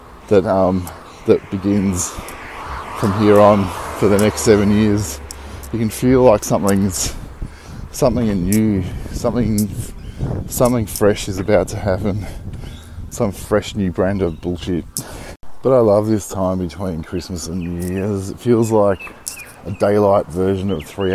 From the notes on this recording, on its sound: Walking to the supermarket (excuse the clicking of the leaves I'm walking on)